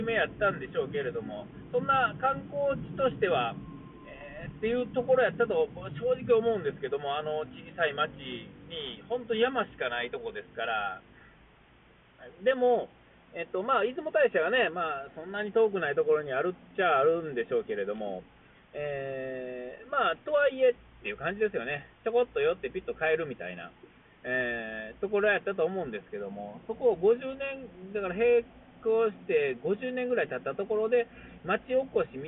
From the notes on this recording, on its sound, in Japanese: 音が悪いんですが、Bluetoothのスピーカーのマイクがよろしくない感じです。お聞き苦しいでしょうが、録り直しで喋れないので、このままのリリースという事で許して下さい。